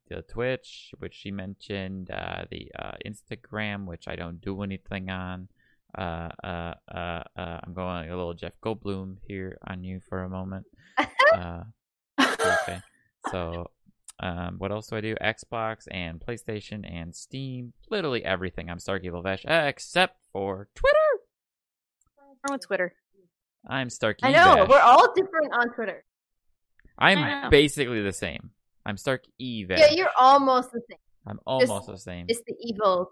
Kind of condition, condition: fault, drop-outs